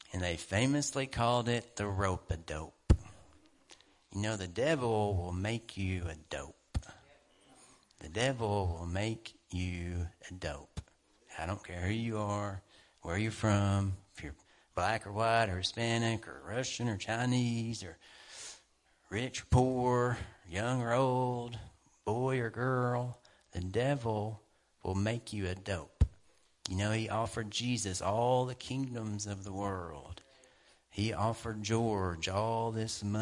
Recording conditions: large echoing room